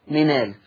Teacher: حذفت وانتقلت الحركة التي على الهمزة إلى حرف النون